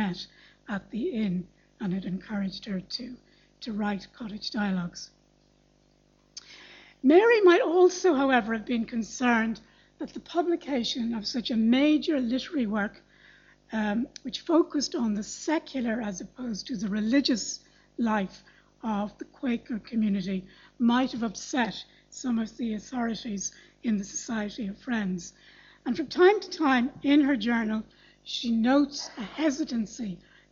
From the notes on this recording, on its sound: Library Lunchtime Lecture. Royal Irish Academy.